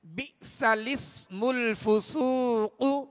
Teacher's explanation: یہ حمزہ کے ساتھ نہیں بلکہ لام کو سین سے ملا کر پڑھیں گے · Term: نقل حرکت